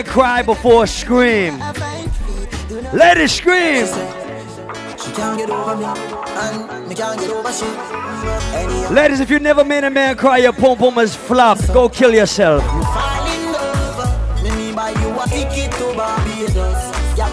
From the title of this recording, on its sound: LIVE AT ISLAND SATURDAYS